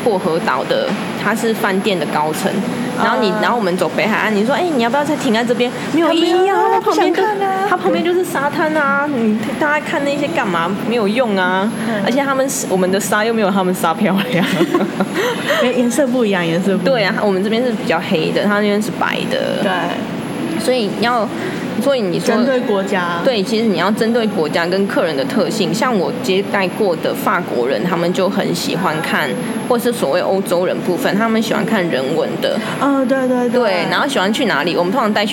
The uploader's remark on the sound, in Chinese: 這次錄音在「咖萃」咖啡店裡面錄製的，所以背景音會比較大聲一點，相對也自然啦。這是一家在台中永豐棧酒店旁邊的咖啡店。